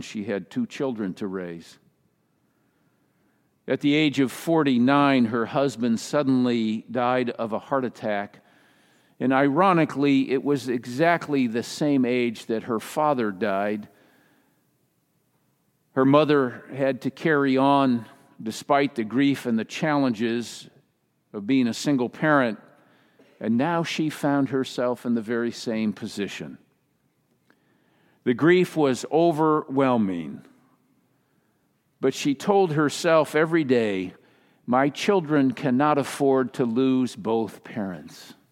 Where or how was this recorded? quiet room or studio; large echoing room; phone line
large echoing room